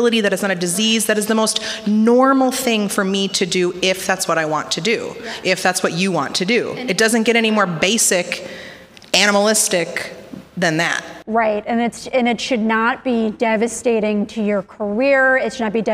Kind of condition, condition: setting, live audience